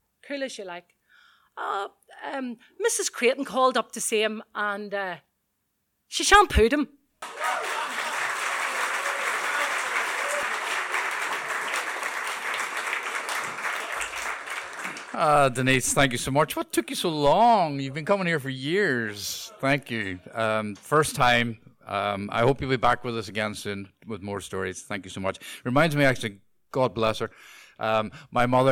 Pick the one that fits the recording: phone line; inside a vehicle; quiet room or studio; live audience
live audience